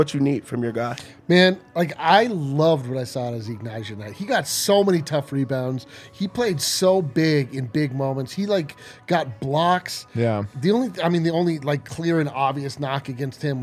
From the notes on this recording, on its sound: Come to you LIVE from the DNVR Bar to break it all down.